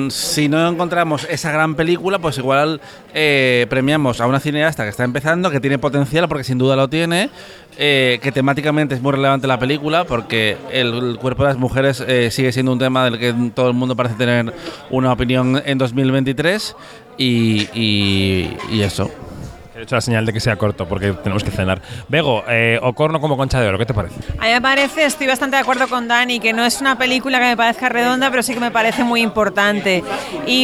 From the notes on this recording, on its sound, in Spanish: Octavo y último episodio del podcast especial de Kinótico desde el Festival de San Sebastián 2023, que grabamos desde el restaurante Pollitena.